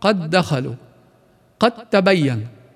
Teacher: ننتبه على هذه الشغلة، تنتفي كل صفة عن الحرف الأول لأنه اندمج واندغم بالثاني، فتنتفي القلقلة مثلاً عن الدال في قد لتصبح بالإدغام قد دخلوا. لاحظ راحت القلقلة، قد دخلوا، قد تبين.